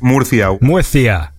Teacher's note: you pronounce your C's like a th sound